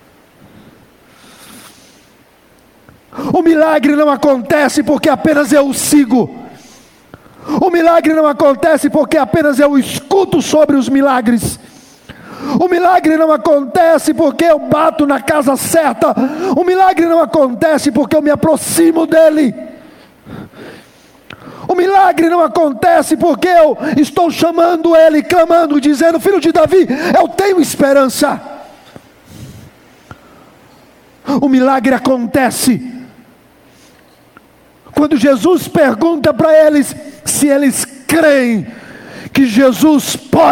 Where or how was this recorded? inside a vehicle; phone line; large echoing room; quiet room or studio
large echoing room